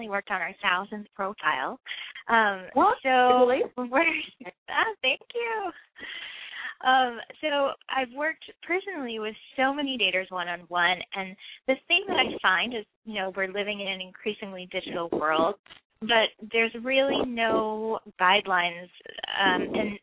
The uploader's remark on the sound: Call-in